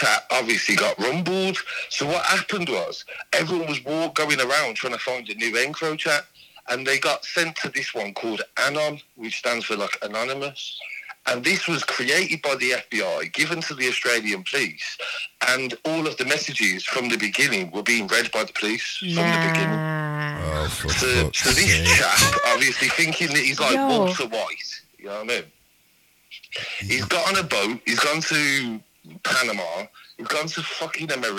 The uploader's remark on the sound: live over the phone